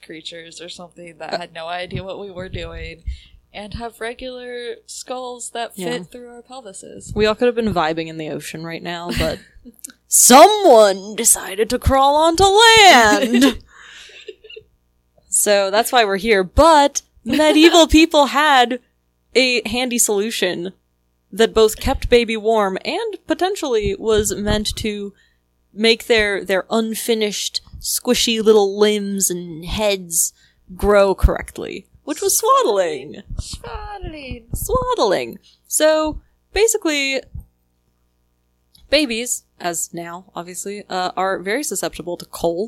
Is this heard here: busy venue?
no